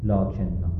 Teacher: فرمان لاکن انا، خب حمزه حرکتش رو داده به نون لاکن و بعد خود حمزه حذف شده، شده لاکن نا، بعد نون در نون ادغام شده، خود نون اول هم ساکن شده و شده لاکننا